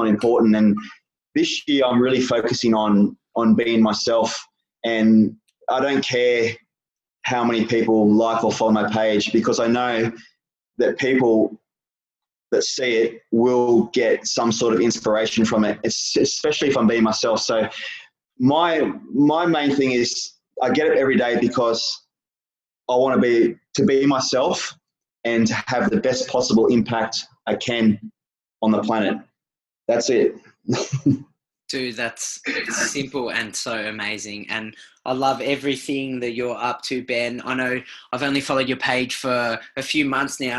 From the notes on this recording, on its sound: over a zoom call